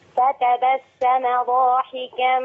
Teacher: ما فيش علامة مد ضاحكة حركتين بس